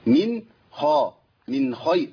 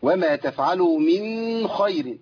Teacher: النون مظهر عند حرف من حروف الاظهار · Shown in: first take